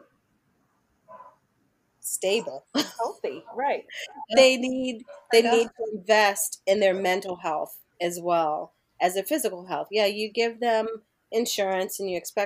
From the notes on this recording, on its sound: Forgive the wonky audio. I put my audio editing skills to the test and well, the results were less than stellar.